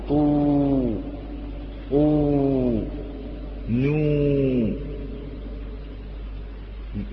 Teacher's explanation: أما الواو قالوا بتعرض الهواء وانضمام الشفتين دون اتصالهما، الهواء لا يصعد إلى الأعلى في الواو، وإنما نقول طو أو نو.